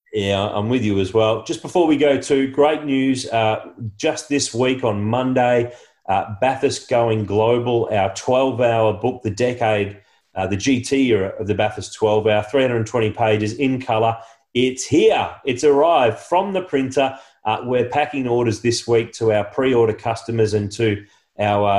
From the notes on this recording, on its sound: recorded over Zoom